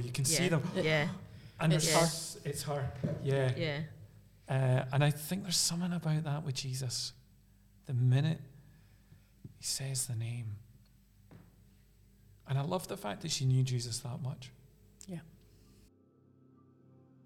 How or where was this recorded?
large echoing room